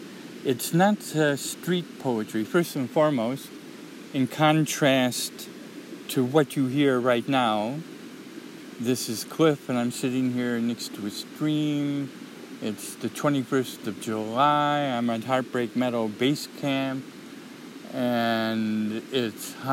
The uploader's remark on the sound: A streamside nature walk. RECORDED at HEARTBREAK MEADOW.